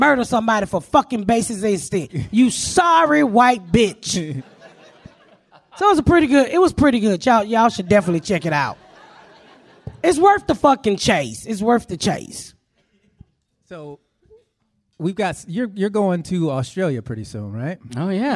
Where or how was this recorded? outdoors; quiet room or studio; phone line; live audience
live audience